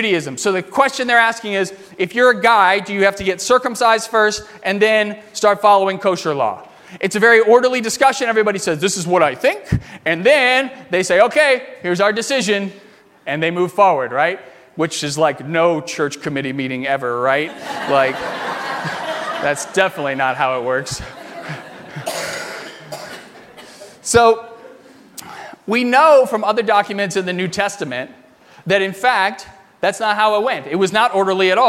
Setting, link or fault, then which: setting, large echoing room